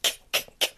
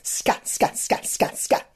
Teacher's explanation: And the k, you see, is a nice k, k, k, nice guttural explosive, you know, where the tongue hits the palate and bounces off again really quickly